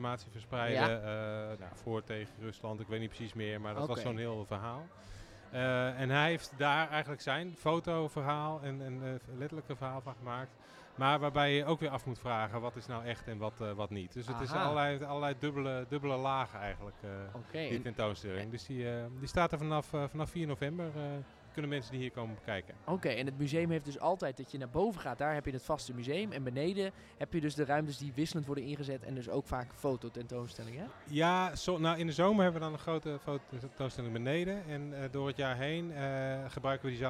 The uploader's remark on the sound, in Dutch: spreekt tijdens de Museumnacht 2022 met bezoekers en medewerkers van Beeld & Geluid Den Haag